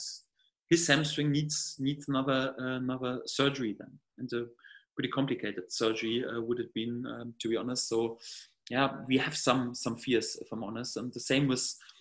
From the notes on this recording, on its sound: video conference with the media